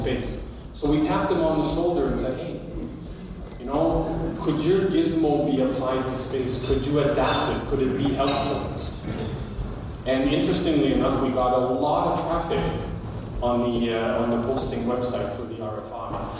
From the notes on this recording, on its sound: A speech we recorded from the recent Canadian Space Summit held in Ottawa. At the Canadian Space Summit.